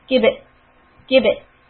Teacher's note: When ba is a sukoon, we bounce the sound, it's called qalqala